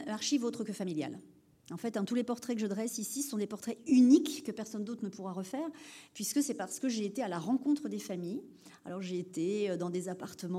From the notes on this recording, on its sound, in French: Conférence enregistrée le 21 Septembre 2023 à l'Espace Mendès France à Poitiers